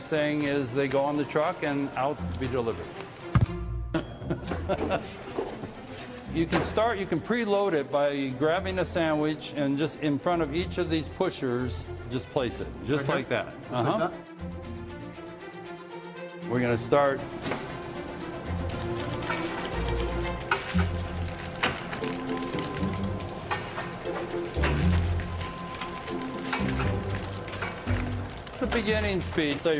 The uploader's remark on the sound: live at a new burger joint in Kaimuki